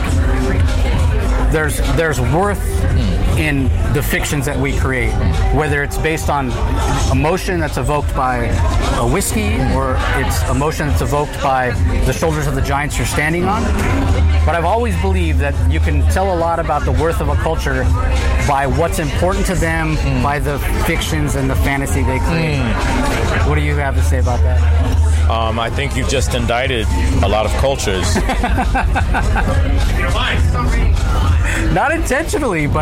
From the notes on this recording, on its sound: Recording Live at the recent Los Angeles Comic Con.